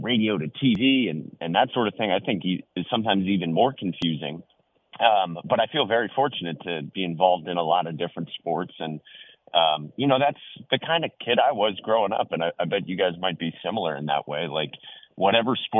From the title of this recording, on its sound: Calls in Live